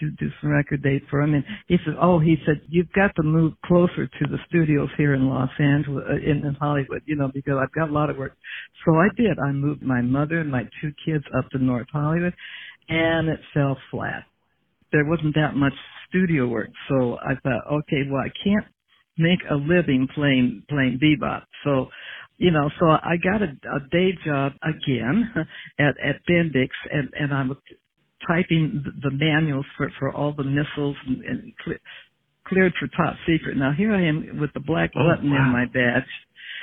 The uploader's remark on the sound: spent two hours on the phone together